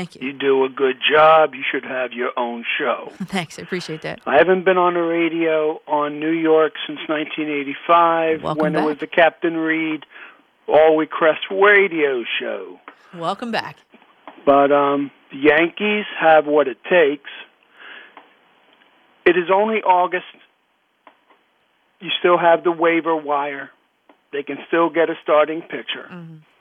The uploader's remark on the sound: Listener phone calls